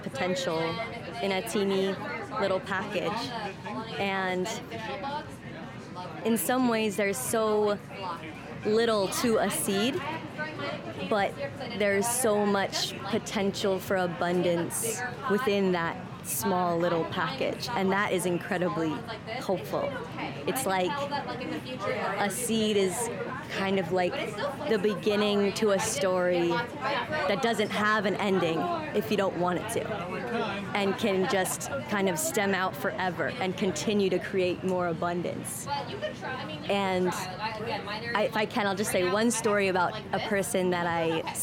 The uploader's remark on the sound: Seeds and Hope at Smithsonian Folklife X Earth Optimism Festival. Here are some recordings with folks at the festival.